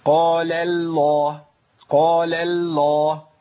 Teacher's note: انا جبت اللام الاولى بتاعت قال مرققه، رققتها كويس قوي، بس هيئه الترقيق فضلت معايا للام الثانيه